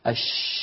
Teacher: تجدون بأن منشأ الصوت هو من وسط اللسان في المنطقة التي ذكرناها في مخارج الحروف، ولا يصاحبها أبدا شيء من الحلق، يعني لا يصاحبها اهتزاز للوترين الصوتيين. · Term: حرف الشين